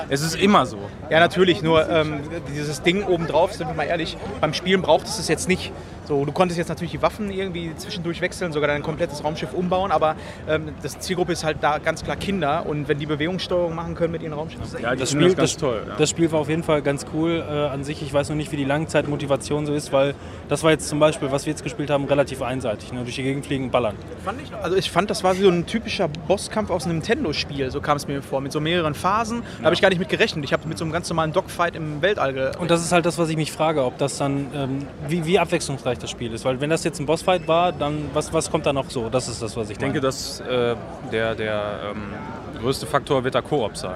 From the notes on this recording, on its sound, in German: Wir waren auch vor Ort und berichten euch in dieser Episoden live, über unsere Eindrücke der Gamescom 2018.